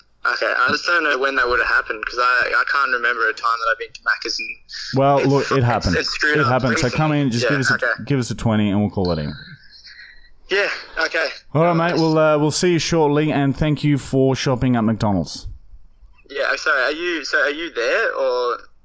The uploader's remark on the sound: Angry McDonalds Manager Prank Call! Then we prank call a guy pretending to be an annoyed McDonalds manager.